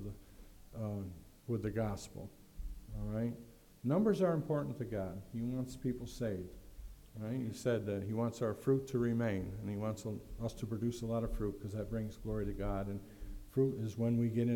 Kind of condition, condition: setting, large echoing room